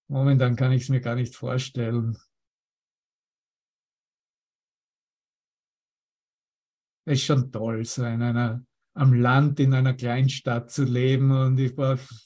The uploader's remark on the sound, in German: Zoom-Session. Veranstaltet von der Aleph Akademie.